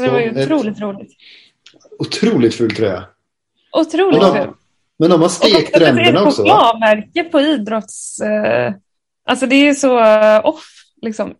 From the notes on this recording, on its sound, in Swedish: träffades återigen för en virtuell inspelning